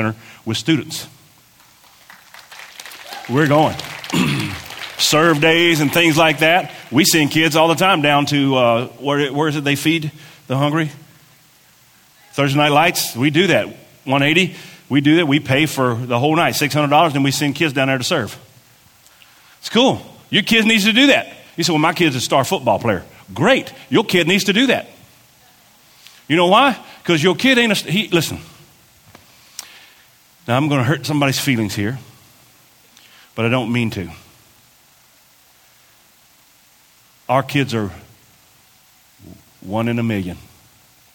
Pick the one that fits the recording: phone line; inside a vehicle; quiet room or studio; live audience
live audience